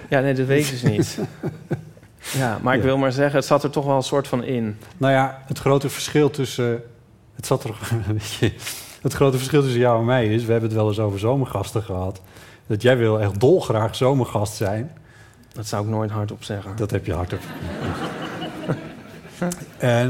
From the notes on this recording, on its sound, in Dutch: Live vanaf het podium van De Kleine Komedie in Amsterdam